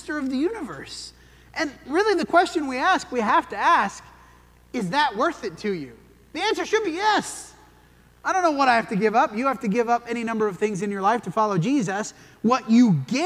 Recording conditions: large echoing room